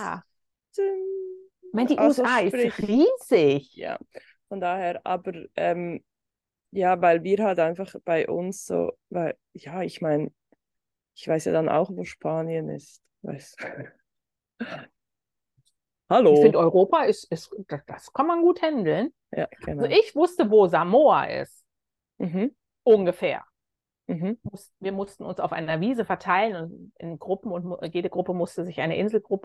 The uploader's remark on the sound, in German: Live aus Hawaii. Dank Zoom war es überhaupt kein Problem, diese grenzüberschreitende Verbindung herzustellen.